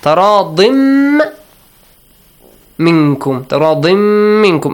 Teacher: Merging sound of tanween to the meme. Minkum, again, hiding the sound of noon. · Term: Idgham